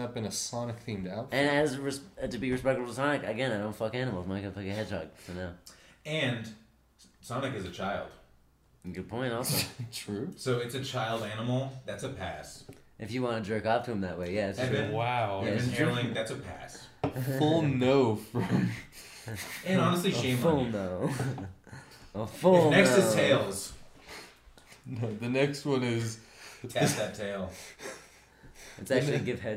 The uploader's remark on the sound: We record together in person for the very first time! The microphone was positioned weird so it sounds bad!